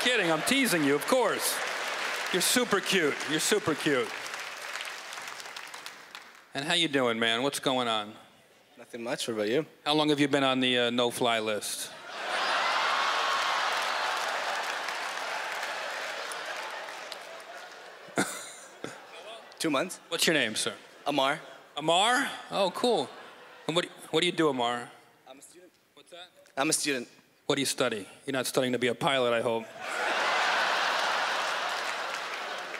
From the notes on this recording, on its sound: stand up from the Just For Laughs Festival in 2015